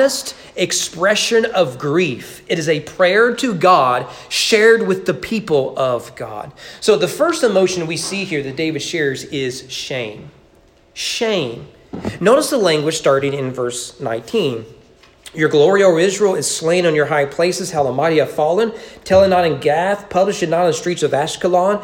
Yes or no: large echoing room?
yes